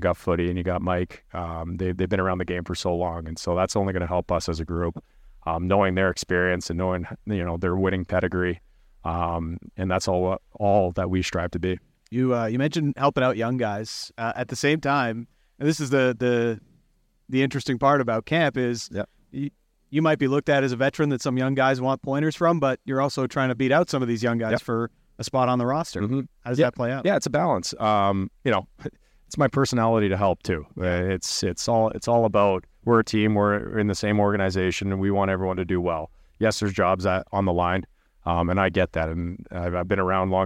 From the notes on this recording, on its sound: One-on-one interviews live from training camp in Victoria.